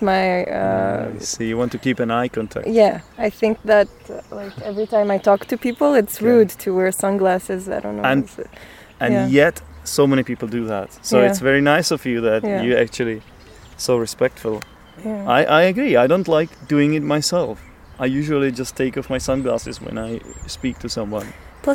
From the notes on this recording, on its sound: This episode was recorded outside by the river.